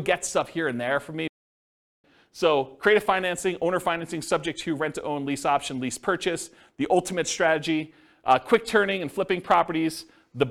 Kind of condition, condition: setting, live audience